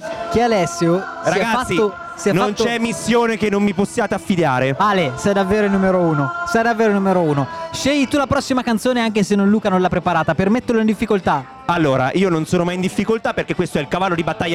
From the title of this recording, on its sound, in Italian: RIVEROCK: Diretta Pre Concerto